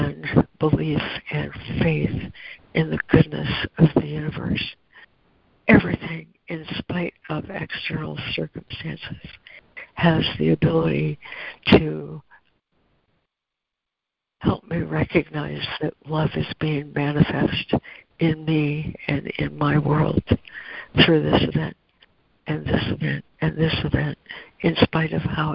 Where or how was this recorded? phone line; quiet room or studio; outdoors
phone line